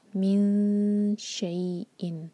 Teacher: من یہاں پر اخفاء، امٹی نون کے بعد شین ہے، تو شین کے لیے زبان تیار کریں گے اور نون کی آواز کو چھپائیں گے، نون کی مخرج کو ٹچ نہیں ہونے دیں گے، زبان کو نیچے رکھیں گے اور 2 سیکنڈس کا ٹائم دیں گے